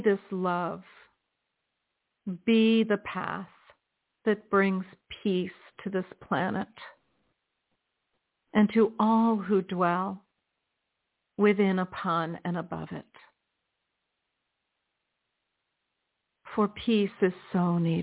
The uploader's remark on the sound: In response to callers' questions. On air.